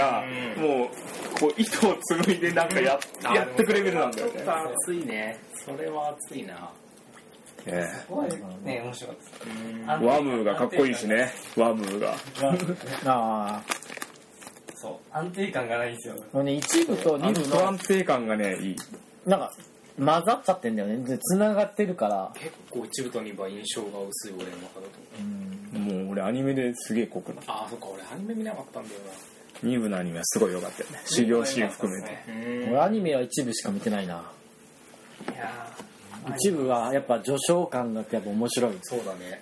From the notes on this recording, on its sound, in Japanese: お酒を飲みながらの配信。雑音と雑な話になりますが